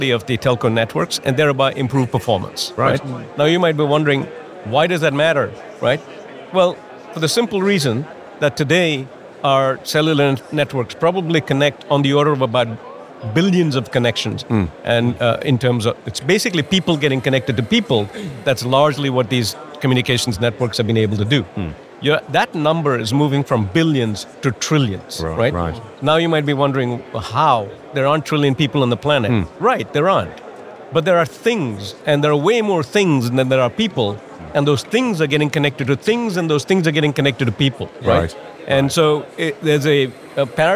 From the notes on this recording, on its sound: We are live from #MWC24 (Mobile World Congress 2024), direct from the Expo floor